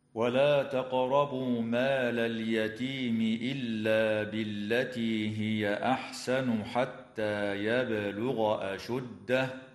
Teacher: قوله تعالى: ولا تقربوا مال اليتيم إلا بالتي هي أحسن حتى يبلغ أشده، تقلقل القاف في كلمة تقربوا، وكذا الباء في كلمة يبلغ